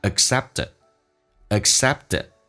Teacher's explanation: t 跟 a 形成连音，而且要浊化